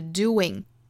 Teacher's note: do 它最后的尾音 u 跟它最相近的辅音呢应该是一个 w 这样的口型